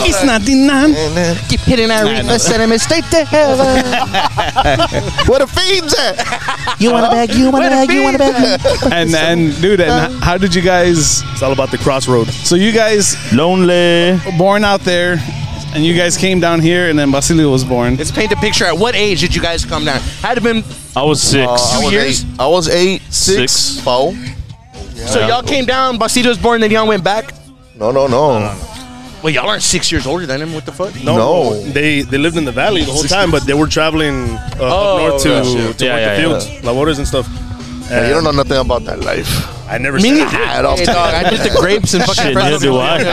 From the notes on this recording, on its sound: live from the 78543 show in Elsa, Tx.